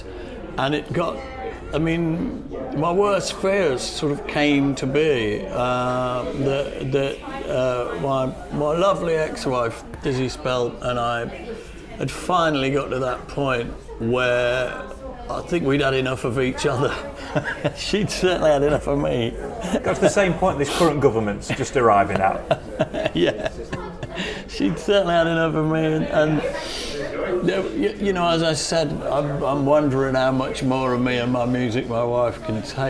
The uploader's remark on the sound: Of course when you take your recording studio and plonk it in a crowded restaurant you do place yourself at the mercy of fate, and in this case it was a couple of old friends enjoying an early afternoon tea. By the sounds of their conversation we didn't disrupt them from having a lovely time.